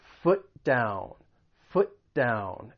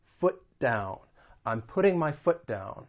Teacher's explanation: So you're not going to touch it twice and say them as two different words. You're really going to say foot and then move right into that D sound in down. · Term: co-articulation